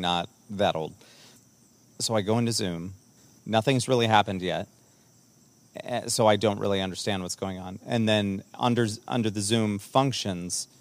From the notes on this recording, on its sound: Forced outside due to unfortunate events. Are at one with nature.